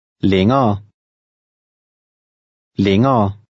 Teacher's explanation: The final E, R, E combination runs together.